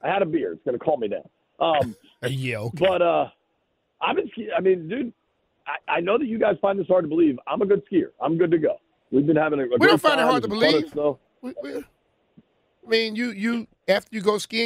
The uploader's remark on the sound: Calls In Live From The Slopes